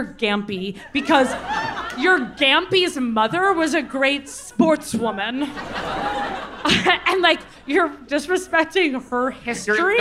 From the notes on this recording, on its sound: Live from New York—it's our sold out show at the Bowery Ballroom!